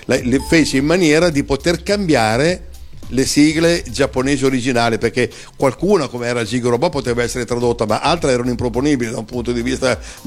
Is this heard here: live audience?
no